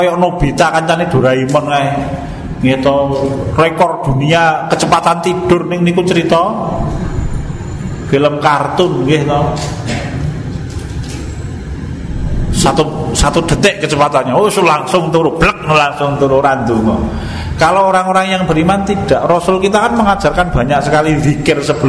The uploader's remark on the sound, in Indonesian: Di Masjid Danunegaran, Mantrijeron, Yogyakarta rutin setiap hari Selasa selepas sholat magrib. Yang diselenggarakan oleh FKAM Yogyakarta dan Takmir Masjid Danunegaran.